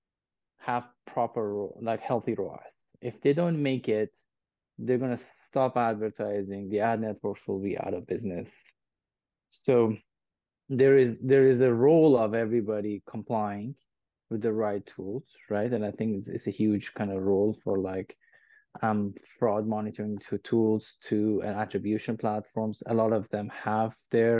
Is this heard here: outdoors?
no